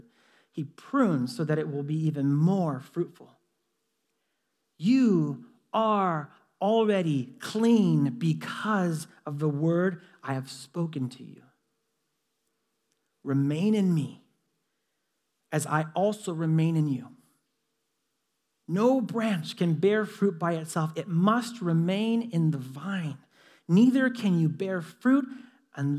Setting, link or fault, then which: setting, large echoing room